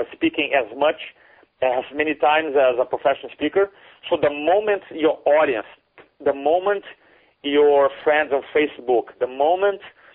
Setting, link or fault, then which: link, phone line